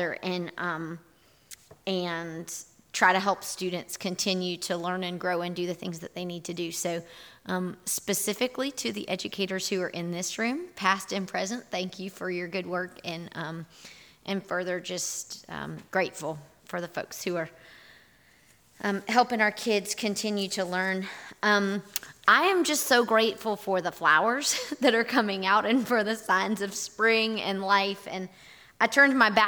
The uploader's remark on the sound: Audio recording from this morning&#8217;s in-person worship service. Here is our audio recording from this morning’s in-person worship service.